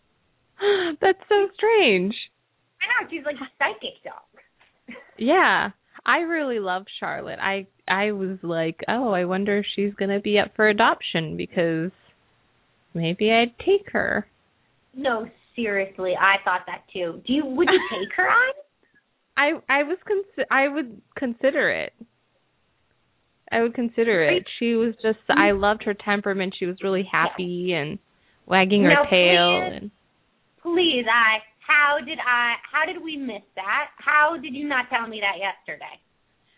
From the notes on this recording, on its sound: open up the lines for listeners to call